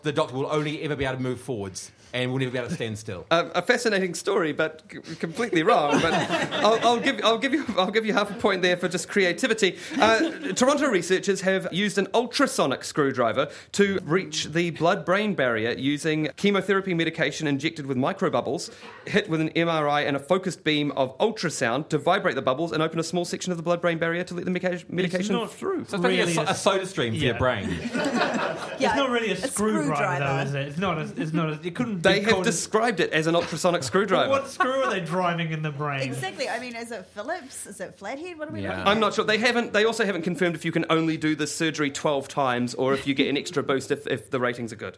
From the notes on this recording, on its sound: took the Nerd Degree gang to the 2015 NZ Skeptics conference